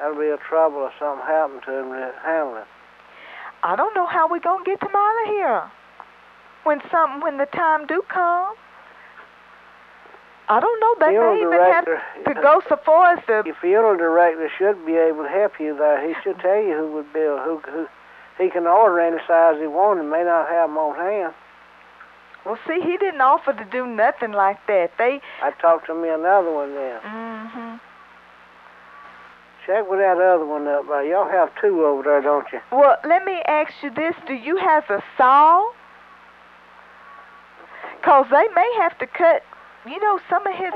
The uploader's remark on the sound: Prank Phone Calls